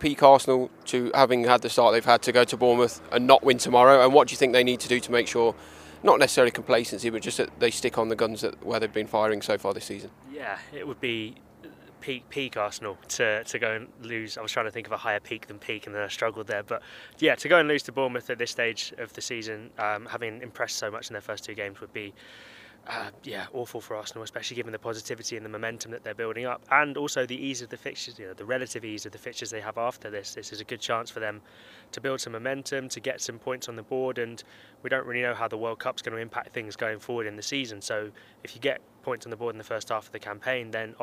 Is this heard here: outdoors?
yes